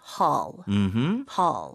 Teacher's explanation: 영어로는 hole 이렇게 입술이 동그래지지 않아요.